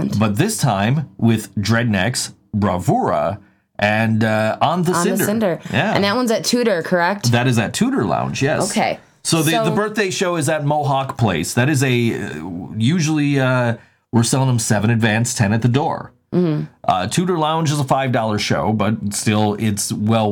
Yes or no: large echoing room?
no